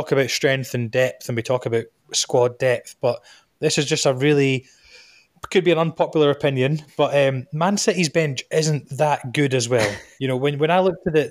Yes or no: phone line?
no